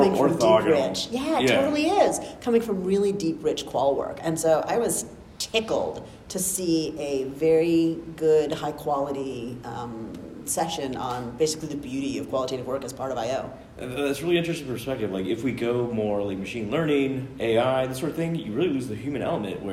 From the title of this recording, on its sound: LIVE at SIOP